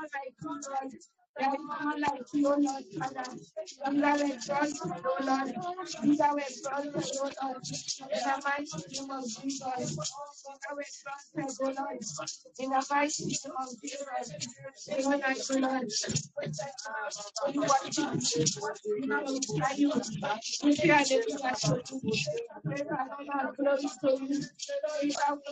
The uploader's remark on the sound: On Telegram LIVE. Sound goes off, jump to next timestamp. Most apologies for the sound. On this day the new Office eMeet 3 was being used. This was supposed to turn the AI (Artificial Intelligence) sound off.